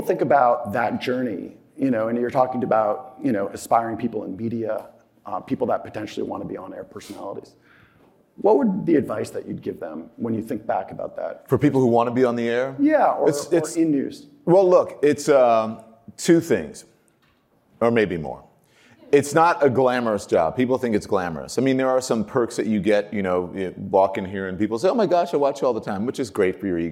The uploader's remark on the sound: originally recorded at Advertising Week New York 2021